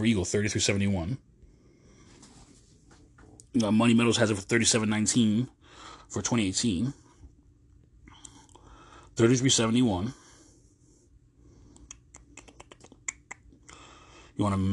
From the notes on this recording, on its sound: I recorded this CarCast Monday but the app update wouldn't find the second segment.